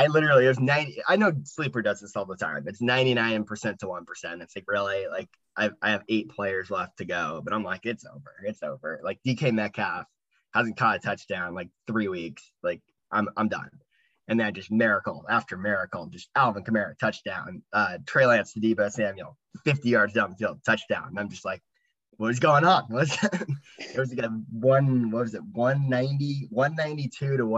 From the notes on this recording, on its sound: Our last pod on zoom for a while.